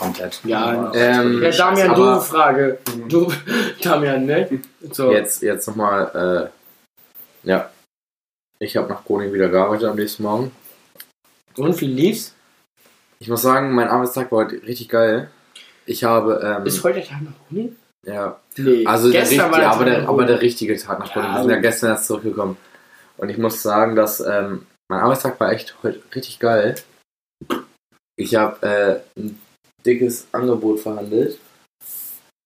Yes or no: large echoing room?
no